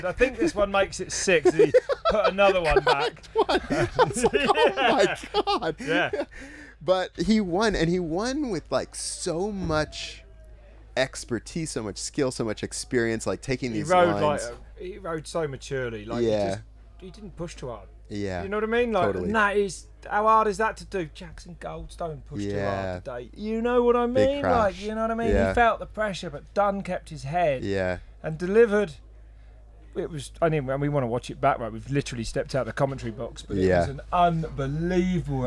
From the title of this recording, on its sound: on-site at Hardline Australia